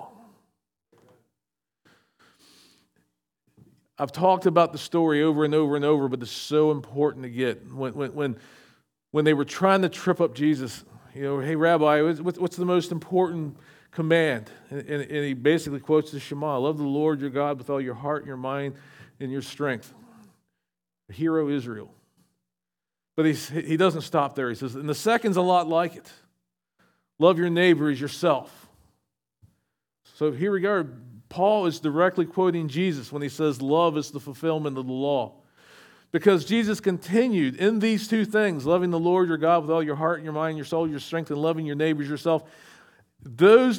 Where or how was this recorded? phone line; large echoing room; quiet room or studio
large echoing room